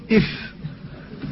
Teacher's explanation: فلذلك قال: ومن بطن الشفة فالفاء مع أطراف الثنايا المشرفة، فهي من باطن الشفة مع أطراف الثنايا العليا